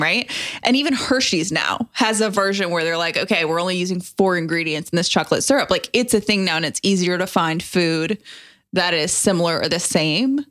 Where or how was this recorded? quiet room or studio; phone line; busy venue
quiet room or studio